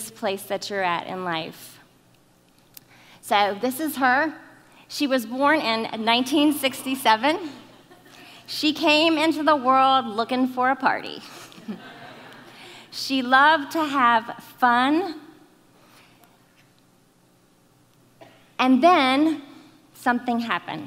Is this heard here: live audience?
yes